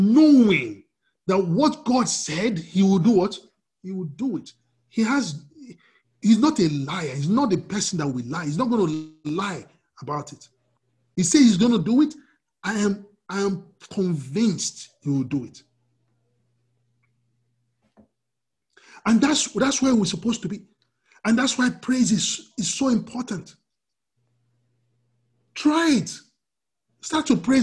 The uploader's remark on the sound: We are on Zoom now. Princeton FTLW Church will be having our Sunday services on Zoom.